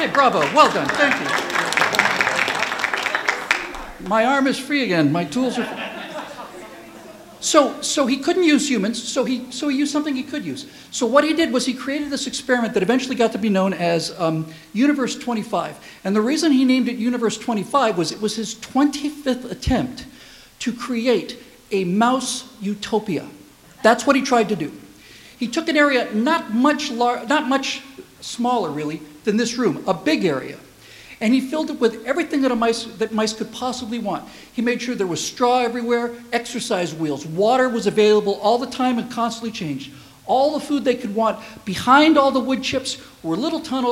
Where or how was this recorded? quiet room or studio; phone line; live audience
live audience